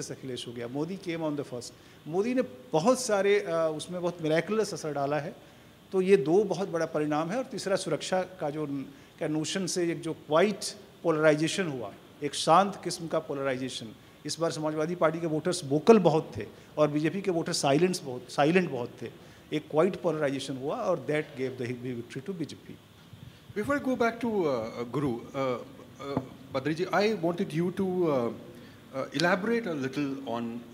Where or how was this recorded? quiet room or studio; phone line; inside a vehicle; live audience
live audience